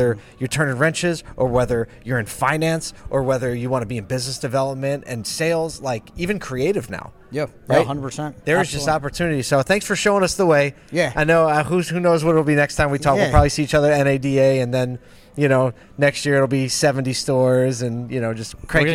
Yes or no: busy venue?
yes